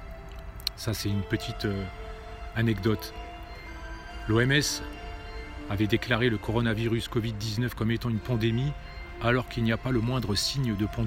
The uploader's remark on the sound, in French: Podcast partie 2 enregistré en extérieur.